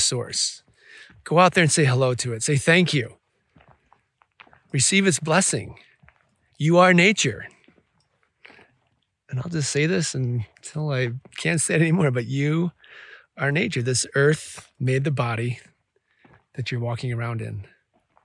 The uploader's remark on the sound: Recorded alone in the desert